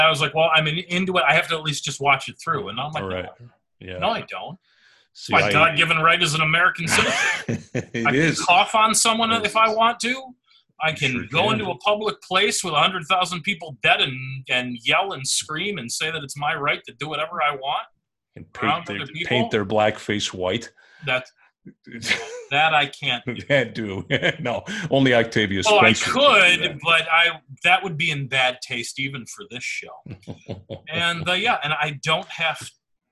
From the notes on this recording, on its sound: We did this episode remotely. Due to sound on Zoom.